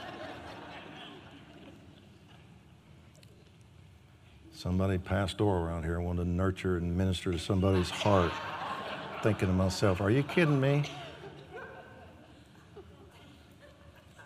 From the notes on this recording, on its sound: Recorded live on 7/19/20